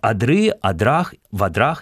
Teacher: ударение в этом слове всегда ставится на окончание, кроме именительного падежа